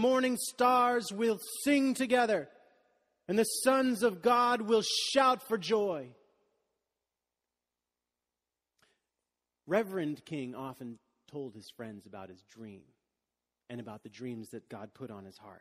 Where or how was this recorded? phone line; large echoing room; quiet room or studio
large echoing room